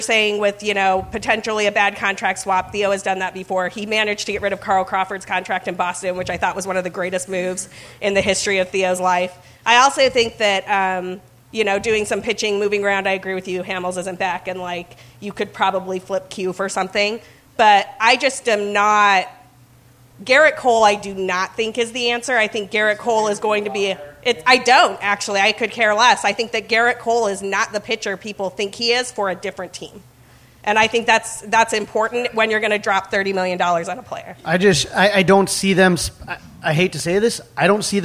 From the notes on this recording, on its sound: Live From Gman Tavern in Chicago!